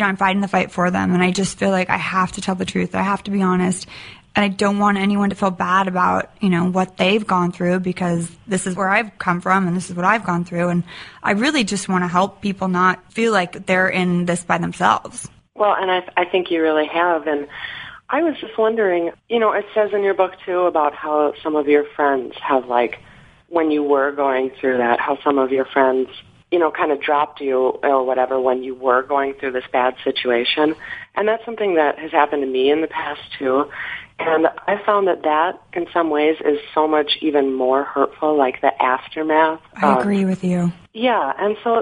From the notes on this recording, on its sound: opens the telephones and takes your calls